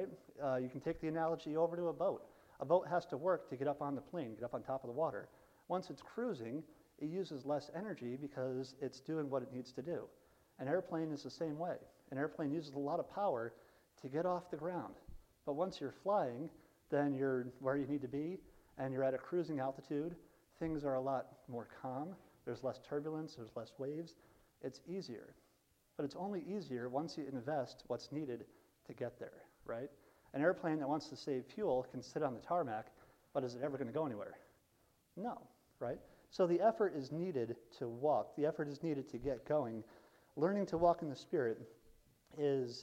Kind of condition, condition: setting, large echoing room